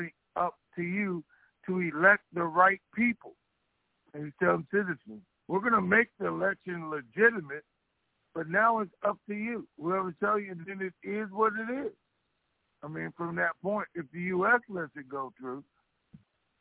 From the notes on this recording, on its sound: TNTSuperfantastic Conference Call.